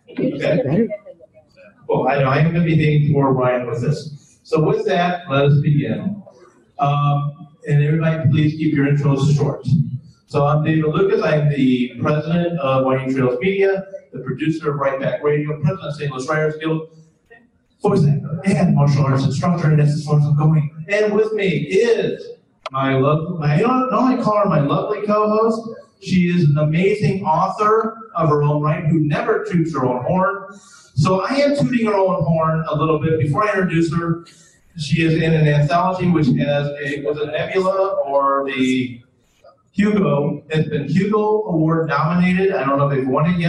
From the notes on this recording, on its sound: Recorded Live at Gateway Con. This episode was recorded in front of a live audience.